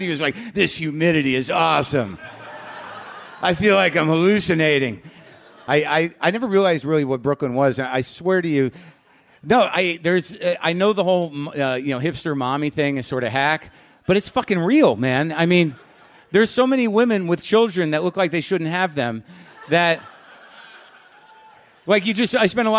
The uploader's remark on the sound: It's live WTF from Brooklyn!